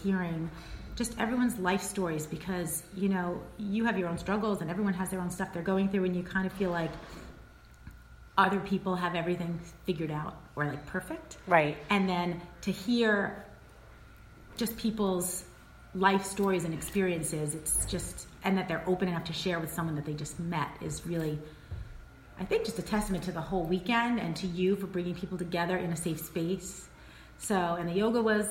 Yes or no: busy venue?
yes